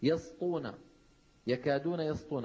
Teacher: يسطون هذه السين جاورت الطاء المطبقة المستعلية، فممكن تتفخم وتصير إيش؟ يسطون، يكادون يسطون بمنتهى السهولة، فعلى القارئ أن ينتبه لذلك.